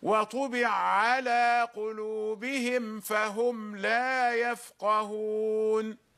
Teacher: هو يقرأ بالإدغام، إدغام العين في العين